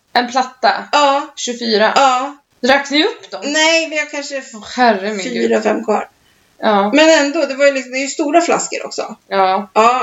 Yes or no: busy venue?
no